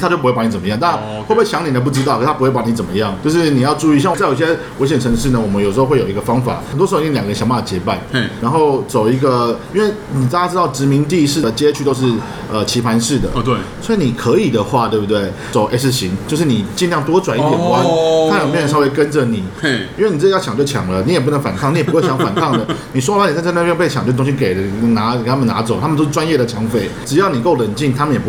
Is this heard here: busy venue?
yes